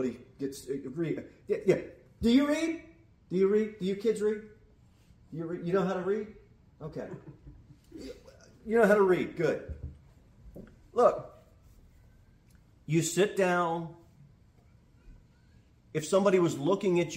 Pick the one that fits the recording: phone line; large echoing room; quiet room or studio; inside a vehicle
large echoing room